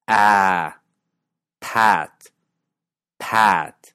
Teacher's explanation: Esta es una vocal casi baja anterior, es decir, que se pronuncia con la lengua casi baja y hacia el frente de la boca.